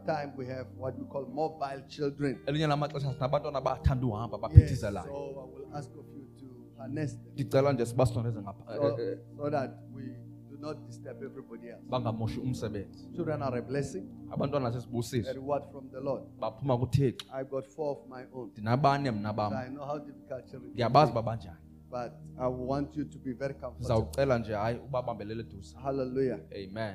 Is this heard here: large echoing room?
yes